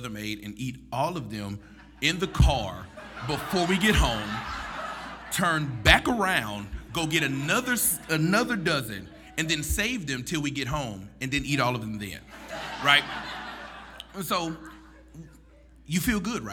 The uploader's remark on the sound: For our November 2016 live storytelling event, "Haunted".